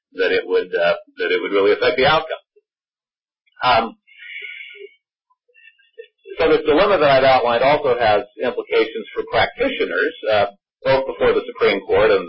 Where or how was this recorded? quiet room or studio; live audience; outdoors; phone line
phone line